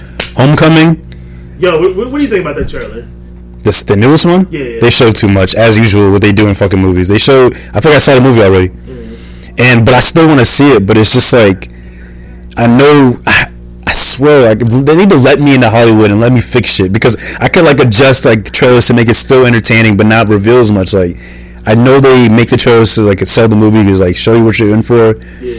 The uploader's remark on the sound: Excuse the audio issues